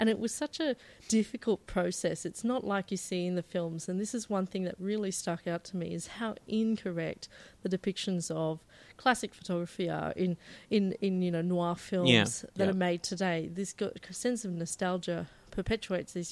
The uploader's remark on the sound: live from the Brunswick Street Bookstore